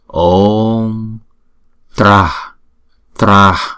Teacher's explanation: chữ Visarga này chúng ta không đọc là Traha mà chúng đọc là Tra, cái hơi á, ha